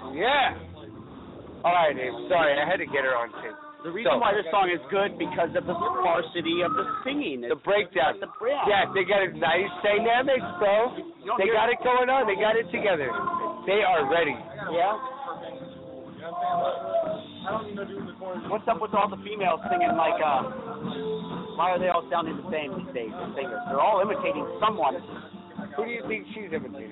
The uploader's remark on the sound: Broadcasting live from the old Towne pub in Pasadena! Night three of the Old Towne Rising fest!